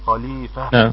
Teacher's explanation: طبعا نقف عليها بالسكون خليفة بالهاء السكن بالهاء نعم احسن نعم. نقف عليها بالهاء ونراعي الهمس في الهاء عند الوقف